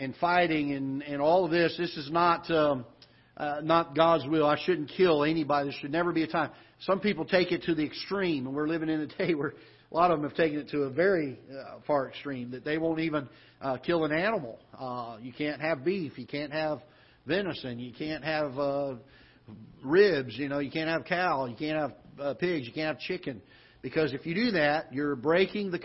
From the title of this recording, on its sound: Ketha Heights Baptist Church ~ Live Broadcast